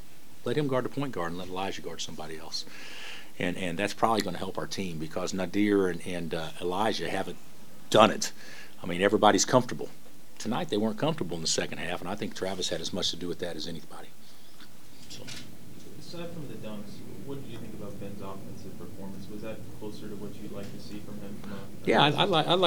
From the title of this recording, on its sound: Press Conferences & Post-Game Interviews